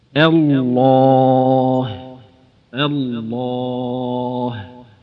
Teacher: شوف هذه الهمزة مرققة والهاء مرققة واللام والألف مفخمة · Term: اللام في مثل لفظ الجلالة